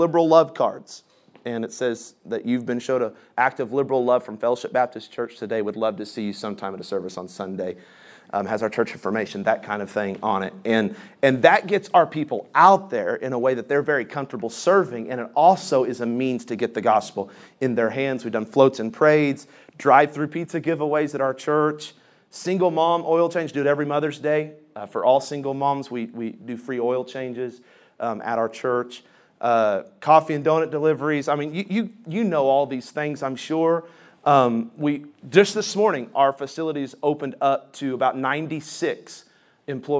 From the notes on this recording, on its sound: This session is from the Spiritual Leadership Conference in Lancaster California.